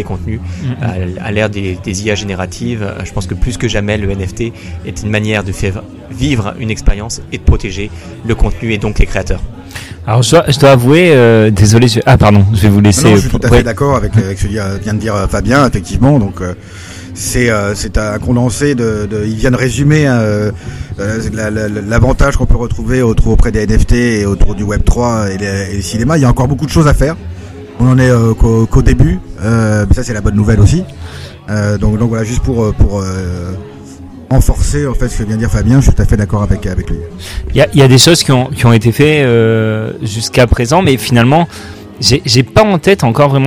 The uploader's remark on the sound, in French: Cannes 2023. Interview en direct du festival de Cannes.